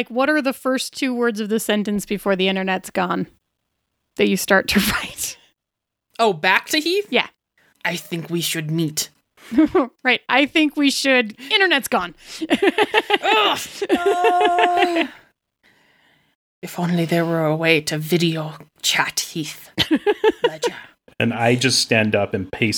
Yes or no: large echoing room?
no